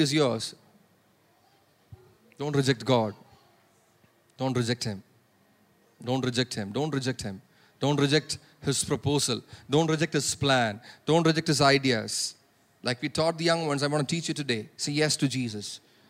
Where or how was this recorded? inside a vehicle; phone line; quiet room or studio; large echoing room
large echoing room